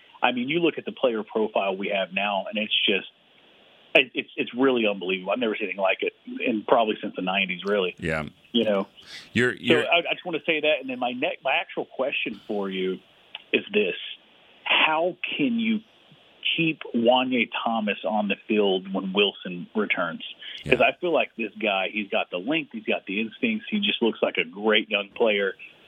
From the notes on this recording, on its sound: The phone lines lit up with fans chomping at the bit to discuss this shutout win.